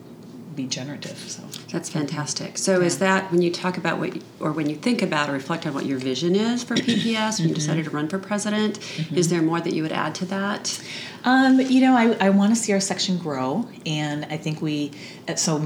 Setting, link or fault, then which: setting, busy venue